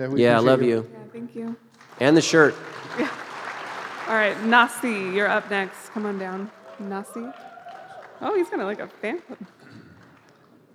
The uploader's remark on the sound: Live from the Cutting Room Floor. Recorded live with a few hundred fans of the show.